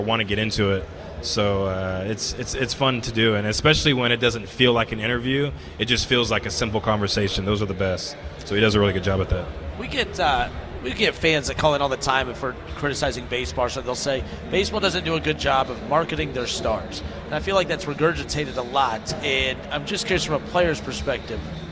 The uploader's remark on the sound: LIVE from Redsfest. (1410 WING AM ESPN Radio in Dayton).